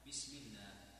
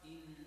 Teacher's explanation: اتفق القراء جميعا على ترقيق اللام من اسم الله تعالى إذا وقع بعد الكسرة · Shown in: first take